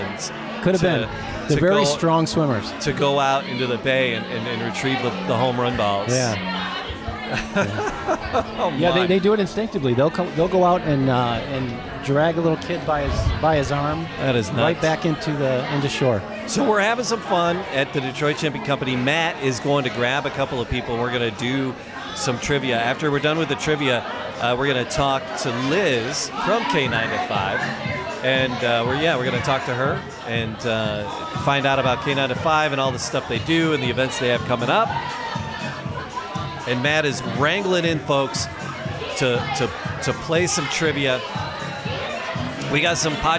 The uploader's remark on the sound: Drinking With Dogs Live Event